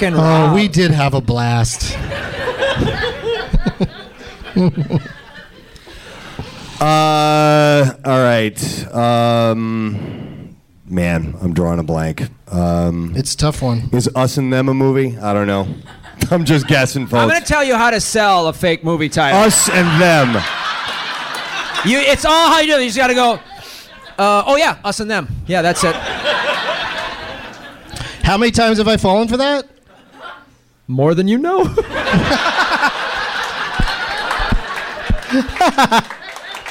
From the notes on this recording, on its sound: Live from Helium Comedy Club in Philadelphia